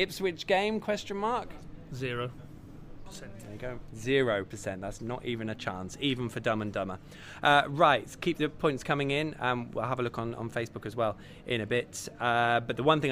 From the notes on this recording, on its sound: The PinkUn Show is LIVE from Departure Lounge in Norwich. All Canaries supporters are welcome every week to pop along to the pub and have their say live on the show.